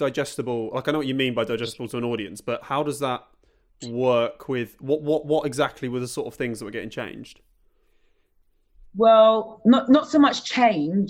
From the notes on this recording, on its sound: This episode was recorded over Zoom.